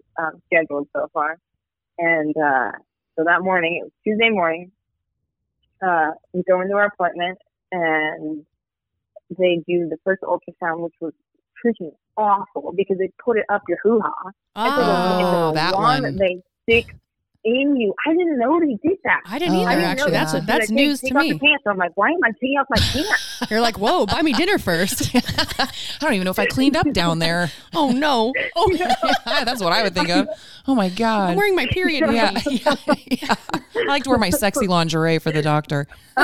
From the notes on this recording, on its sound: joins us via phone